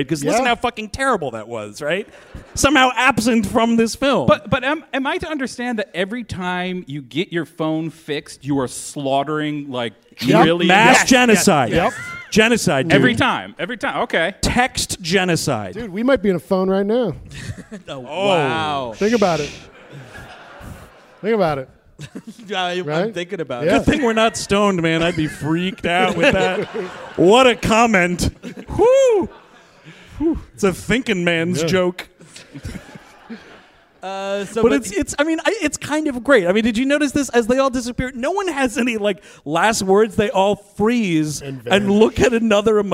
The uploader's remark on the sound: Recorded live at the Abrons Art Center on the Lower East Side of Manhattan— Part of the 2018 NYC Podfest.